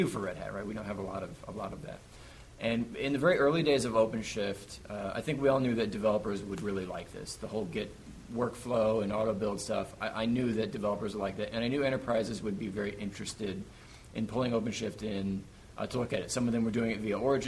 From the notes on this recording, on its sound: Live from Red Hat Summit